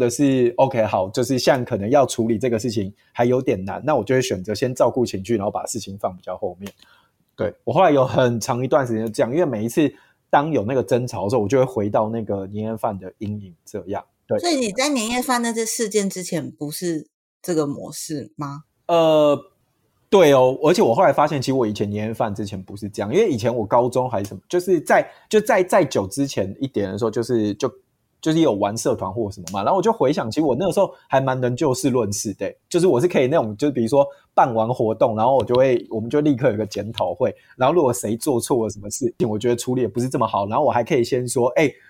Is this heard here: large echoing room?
no